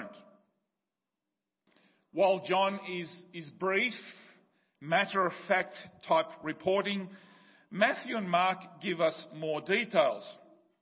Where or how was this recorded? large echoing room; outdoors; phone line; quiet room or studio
large echoing room